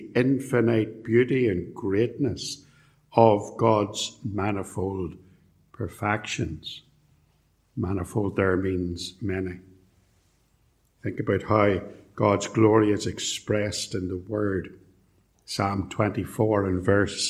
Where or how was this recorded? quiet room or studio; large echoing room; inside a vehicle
large echoing room